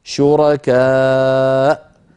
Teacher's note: فإن وقفنا عليها نقف على همزة ساكنة